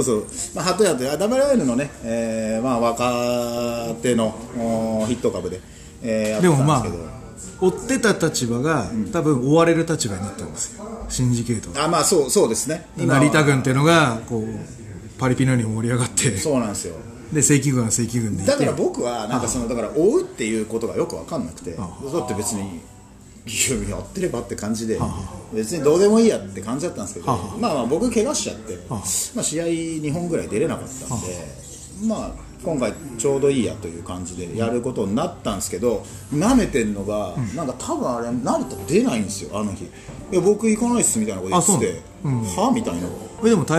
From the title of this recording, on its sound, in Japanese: 花鳥風月ファイティングジムにて収録したよ